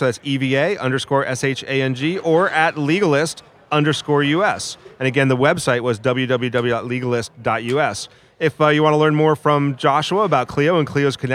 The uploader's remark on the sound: Recorded at ABA TECHSHOW 2017.